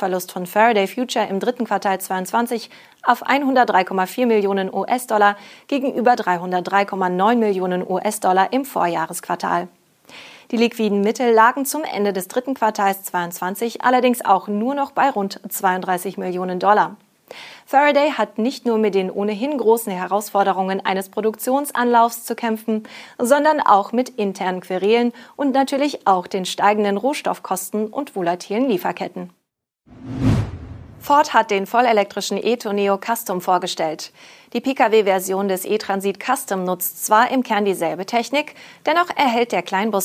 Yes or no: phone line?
no